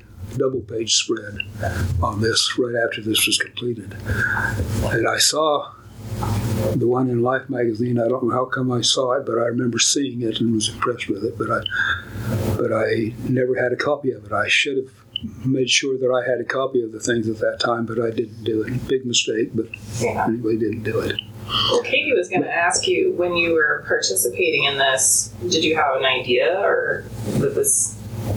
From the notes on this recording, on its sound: Near Overton, Nevada. At the Lost City Museum. Please note the conference room we used at the museum was a touch noisy, forgive us for the background noise.